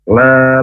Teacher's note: La panjang, dua harokat, karena ada alif sebelumnya berharokat fathah